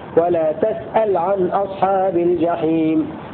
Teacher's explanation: بفتح التاء وجزم اللام بلا الناهية على بناء للفاعل